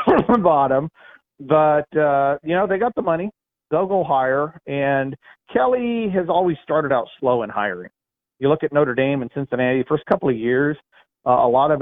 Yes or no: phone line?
yes